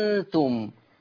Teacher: آه، المقدم الإبدال مع الإشباع 6 حركات. المقدم هو إبدال الهمزة الثانية ألف طبعا مع المد المشبع